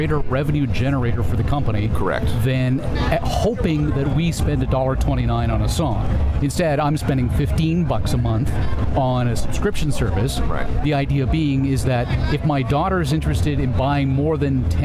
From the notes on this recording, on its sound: Live on Location at CosmoFEST 2019. 14,000 of their friends, fans, and musicians at CosmoFEST 2019!